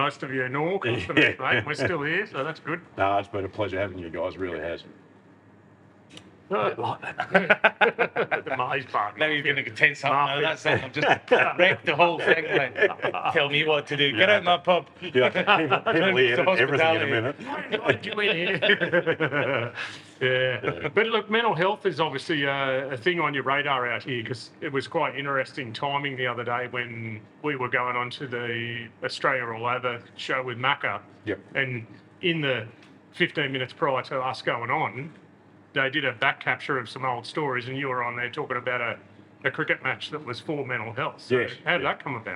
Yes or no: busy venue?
yes